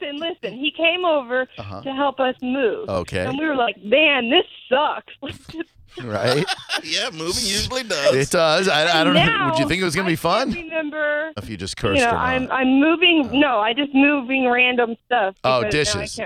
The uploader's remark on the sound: a woman called